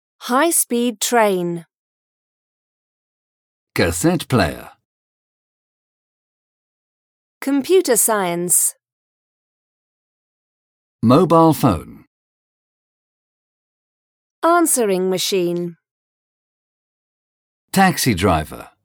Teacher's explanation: compound nouns with the stress on the first element